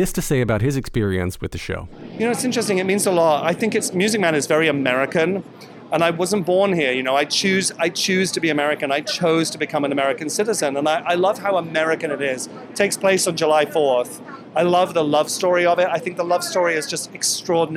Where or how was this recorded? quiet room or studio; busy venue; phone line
busy venue